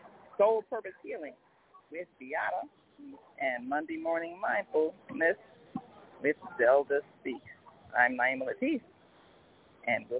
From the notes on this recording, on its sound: Today we join an international array of authors at the African Festival of the Arts in Chicago.